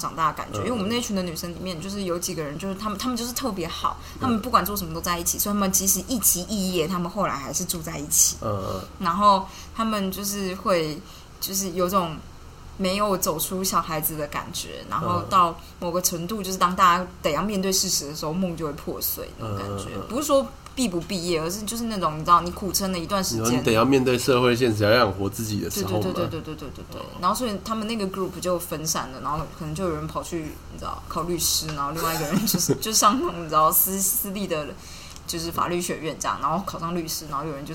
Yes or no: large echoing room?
no